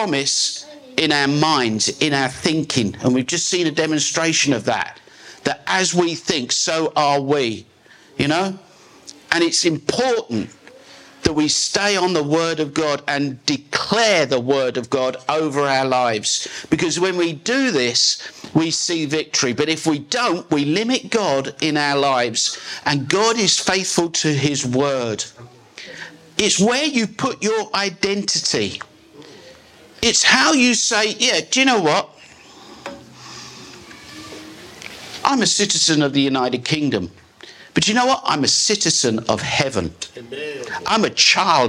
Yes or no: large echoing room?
yes